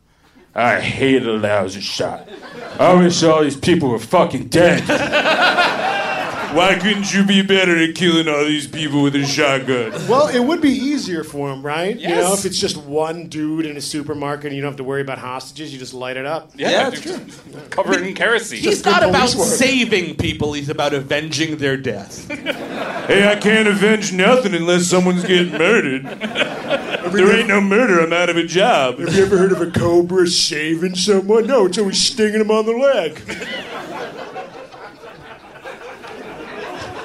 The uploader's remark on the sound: Recorded live at The Creative Alliance in Baltimore, MD. On the final Summer Vacation Live of 2018.